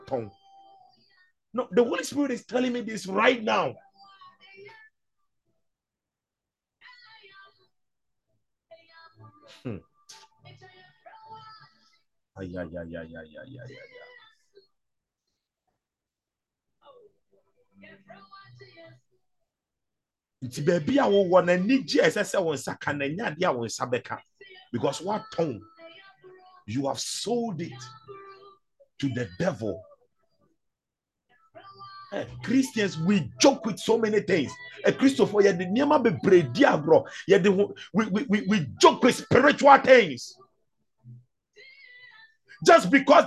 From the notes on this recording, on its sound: ZOOM SESSION